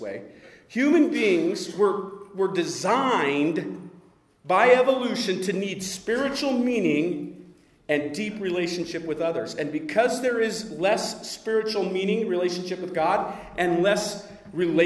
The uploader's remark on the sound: The following audio comes from the National Disciple Making Forum. The Relational Discipleship Network hosted a track.